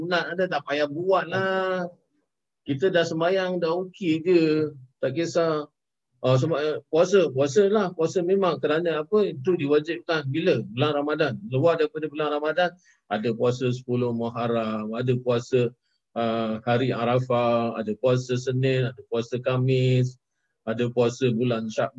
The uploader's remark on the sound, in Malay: Rakaman zoom.